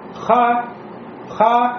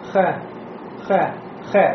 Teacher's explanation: А если я просто рот приоткрою, я скажу ха, ха, видите, я побольше рот открыл, но губы кольцом не сделал · Shown in: first take · Вот у меня получился насыщенный звук с фатхой.